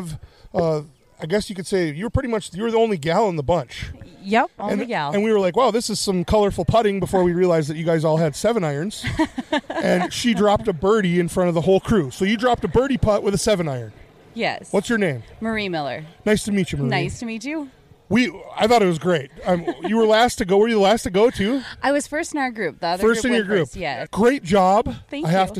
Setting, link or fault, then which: setting, outdoors